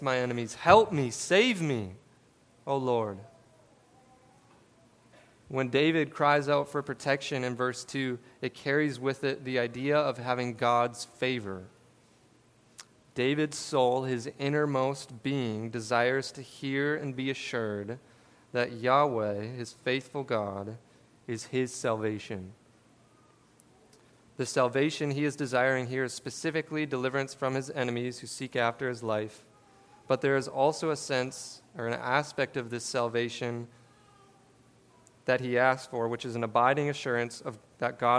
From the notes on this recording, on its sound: This sermon was preached at River City Church in Fargo, ND.